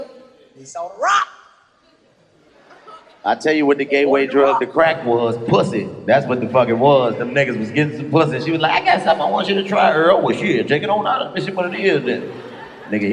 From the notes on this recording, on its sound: It's live improv comedy with the coldest live band in the game recorded live at the Modell Lyric theater in Baltimore.